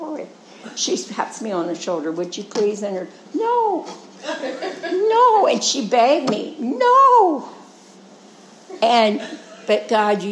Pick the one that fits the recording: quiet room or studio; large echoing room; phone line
large echoing room